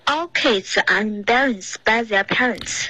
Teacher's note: Embarrassed 这里出现了一个 N 的音了 Embarrassed 有一个鼻音出现了，这里不应该。